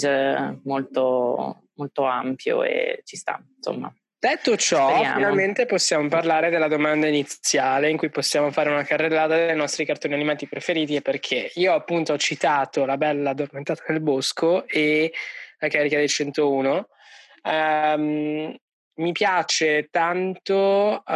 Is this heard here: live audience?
no